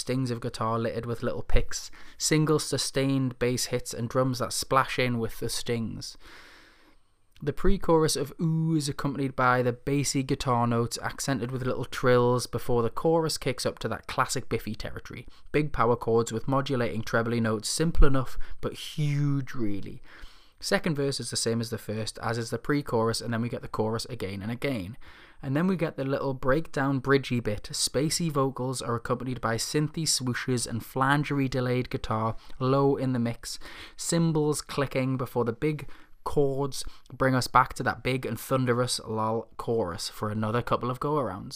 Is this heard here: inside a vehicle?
no